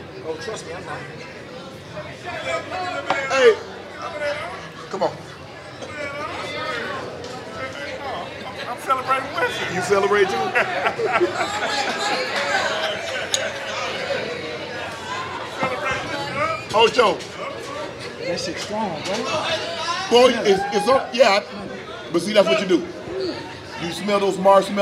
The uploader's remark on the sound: LIVE from Resorts World Las Vegas